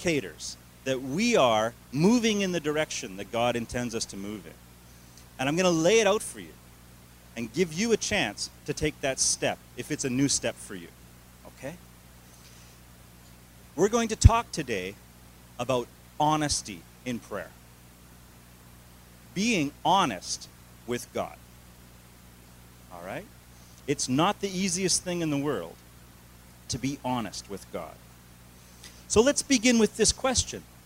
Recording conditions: large echoing room